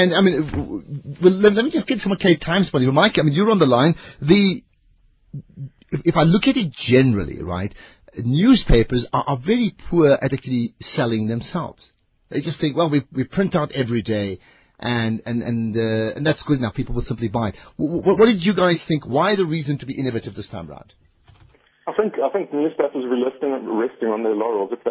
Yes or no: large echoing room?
no